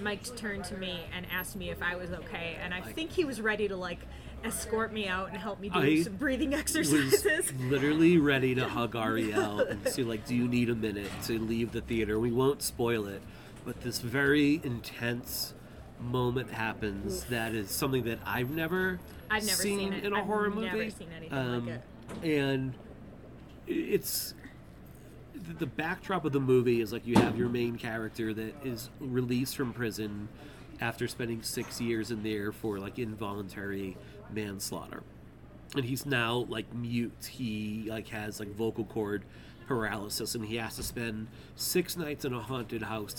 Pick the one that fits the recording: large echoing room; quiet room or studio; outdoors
outdoors